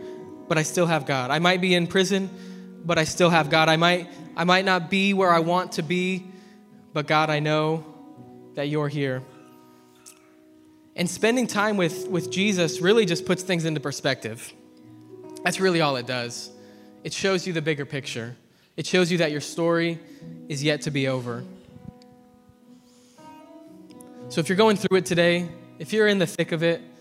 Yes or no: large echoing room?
yes